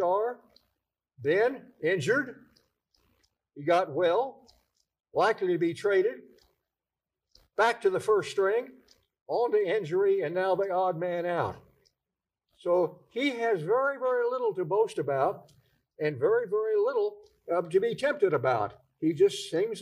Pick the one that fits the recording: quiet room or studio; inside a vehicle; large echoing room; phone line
large echoing room